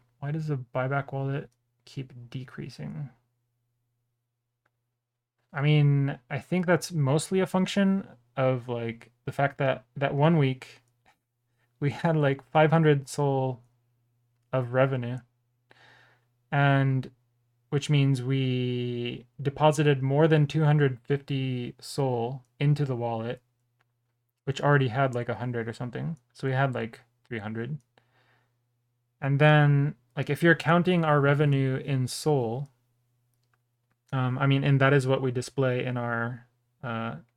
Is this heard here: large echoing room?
no